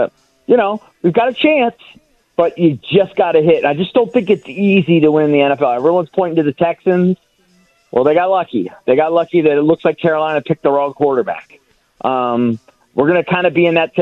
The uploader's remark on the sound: We take some calls and get the fans' takeaways from the press conference. Live from Ashburn.